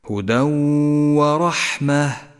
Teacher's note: انتبه إلى همس حرف الحاء في كلمة ورحمة فإنك إذا أهملت همسه غدا حرفا ضعيفا غير واضح